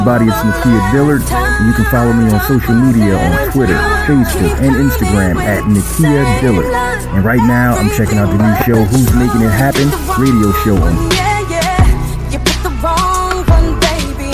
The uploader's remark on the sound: PHONE INTERVIEW